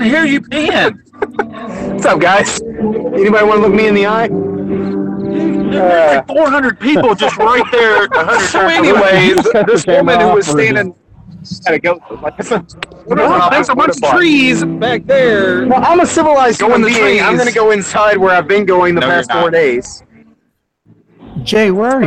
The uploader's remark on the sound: Live from the Fair. This show was recorded live from a city fair. On cell phones, so, be nice. We manage to run a fair and record a podcast at the same time.